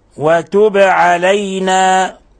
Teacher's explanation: قلقلنا الباء لأنها ساكنة